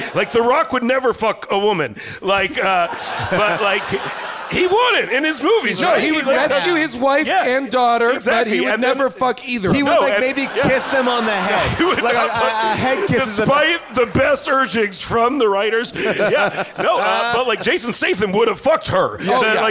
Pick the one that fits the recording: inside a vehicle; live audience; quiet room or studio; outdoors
live audience